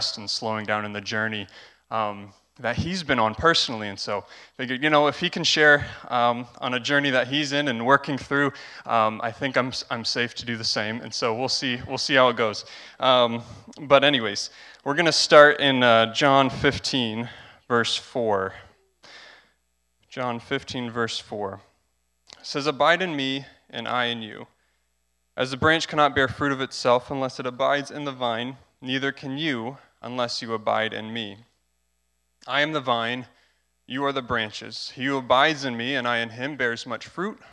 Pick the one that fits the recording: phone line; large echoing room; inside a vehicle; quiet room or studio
large echoing room